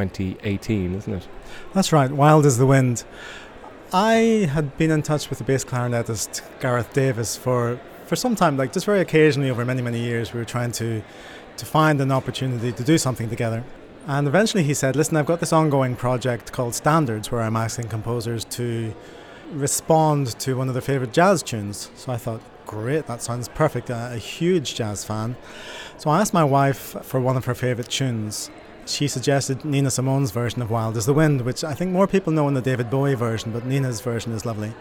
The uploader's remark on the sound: Recorded at this year’s Huddersfield Contemporary Music Festival